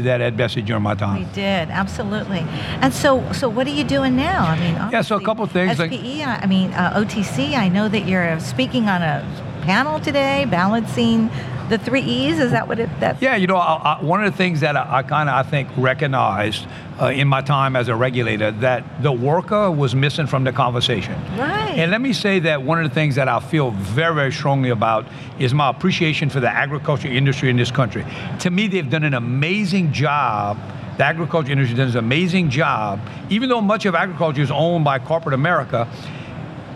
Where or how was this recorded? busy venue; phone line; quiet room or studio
busy venue